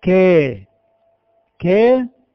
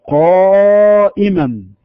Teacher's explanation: نحس باستفال اللسان وانخفاضه الى اسفل، ونفس الوقت وفي نفس الوقت الصوت رقيق نحيف وفيه نحول ونحافة. · Term: الترقيق